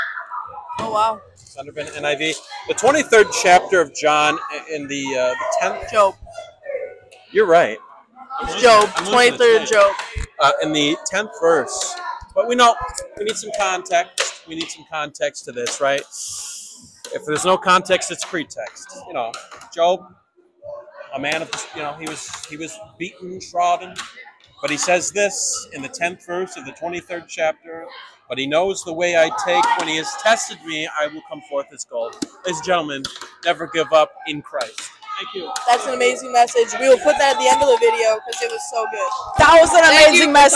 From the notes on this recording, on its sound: this video contains new equipment and bad sound quality